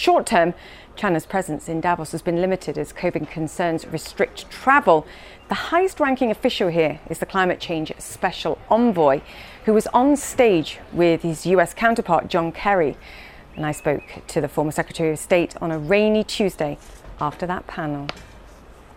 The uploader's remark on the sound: Live from the World Economic Forum